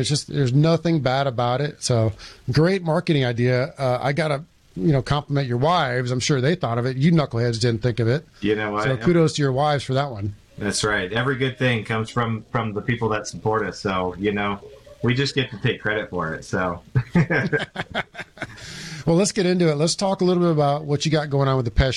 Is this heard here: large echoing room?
no